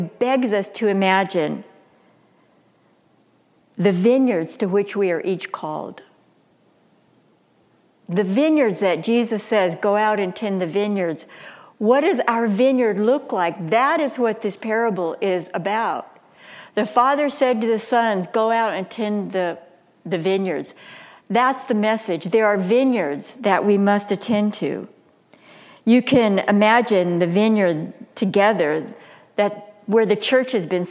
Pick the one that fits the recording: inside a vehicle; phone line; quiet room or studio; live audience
live audience